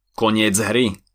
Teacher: Keď si to povieme plynulo a rýchlo, zistíte, že C vyslovujeme ako Z.